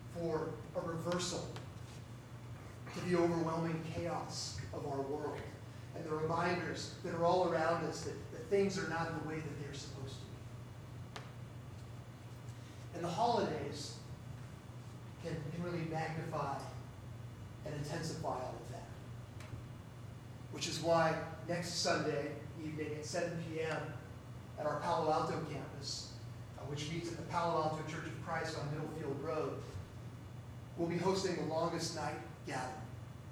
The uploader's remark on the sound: Due to technical difficulties, the sound is uneven in the recording. The Audio Fidelity is much lower than normal.